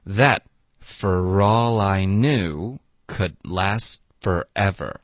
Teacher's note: 首先 that,这个结尾的 t,我们要省略。For,我们弱读 for,然后连读到 all, for all, for all, all 跟 I 也要连读 for all